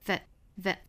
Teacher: 一般来说是要做弱读的，我们读成 that,时间非常的短，速度又很快，而且读得很弱哈